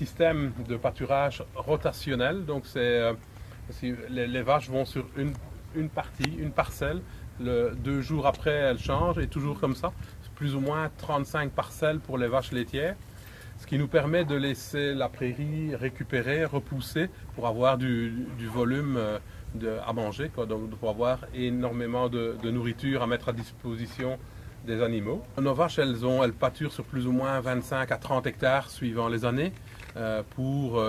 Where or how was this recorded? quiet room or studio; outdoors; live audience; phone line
outdoors